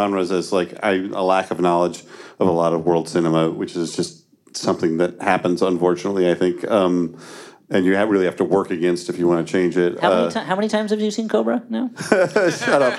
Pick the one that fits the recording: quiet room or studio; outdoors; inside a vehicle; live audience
live audience